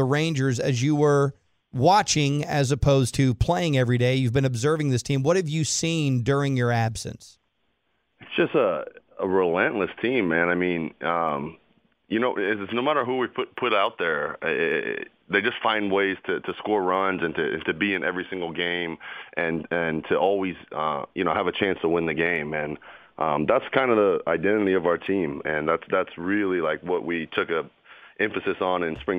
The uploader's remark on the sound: called in to the Ben and Skin show